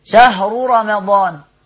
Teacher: شهر رمضان راء مضمومة وراء مفتوحة، الرائين مفخمين جميلين